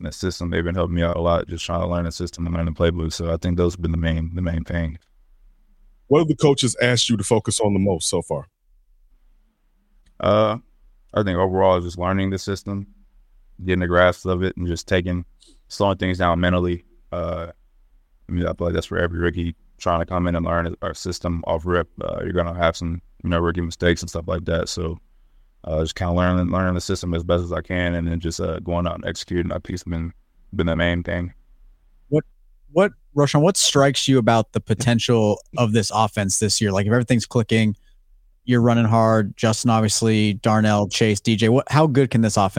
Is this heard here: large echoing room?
no